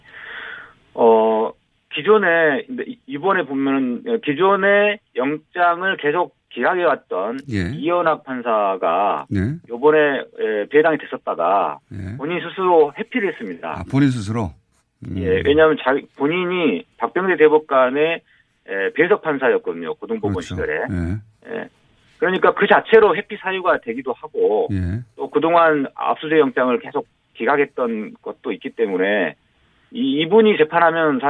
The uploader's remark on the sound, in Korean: 전화연결. 프랑스 현지연결.